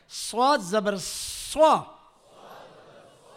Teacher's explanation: मुंह भर कर मोटी आवाज और सीटी आए